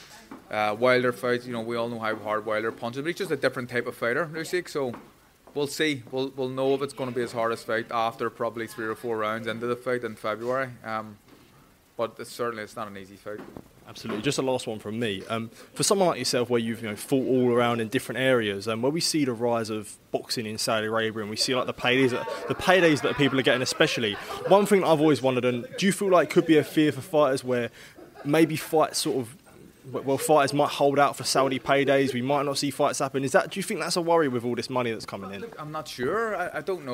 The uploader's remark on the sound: at the Queensberry Promotions X TNT Sport show on Friday evening at York Hall